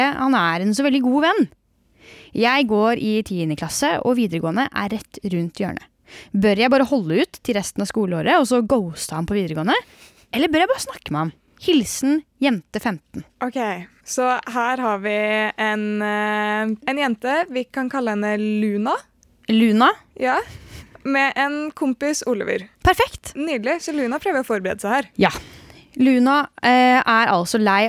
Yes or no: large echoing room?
no